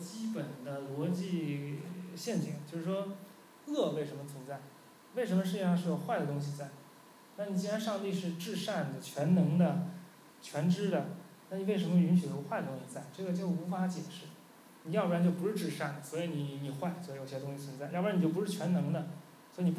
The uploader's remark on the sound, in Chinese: 10月11日大象沙龙第二期的录音